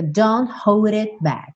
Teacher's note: A gente tem dois T's e um K que você não escuta direito.